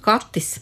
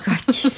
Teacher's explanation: Nu jā, tāpēc mums ir vārds kaķis, kā tiek teikts, ka mēs no kuršu valodas esam pārņēmuši, mums vajadzēja būt katis, bet mums tas ķē atspoguļo kuršu valodas mīkstināto tē, ka tas esot kursisms latviešu valodā. · Shown in: second take